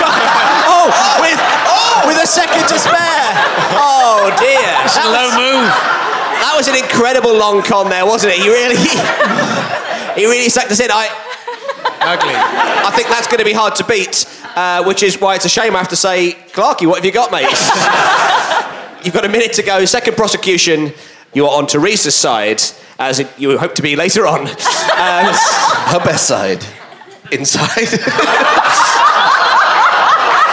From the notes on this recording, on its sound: It's a camping special recorded at the wonderful Machynlleth Comedy Festival in May 2013.